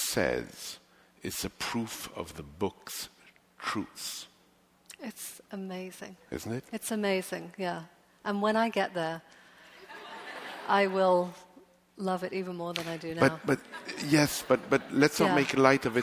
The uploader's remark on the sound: LIVE from the NYPL